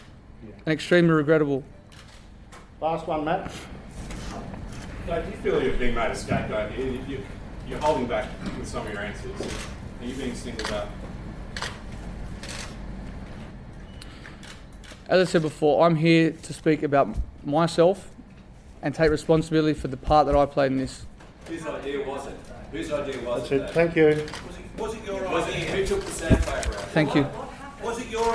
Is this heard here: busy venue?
yes